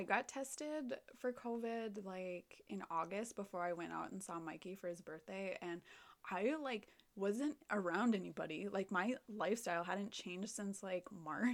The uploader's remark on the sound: Technical Difficulties and All!